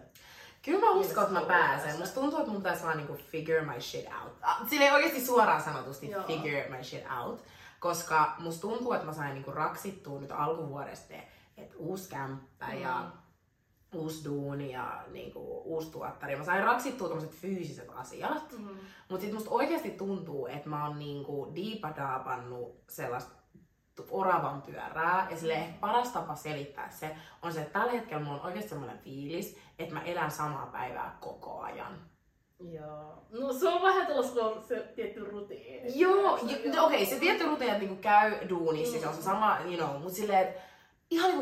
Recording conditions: poor sound quality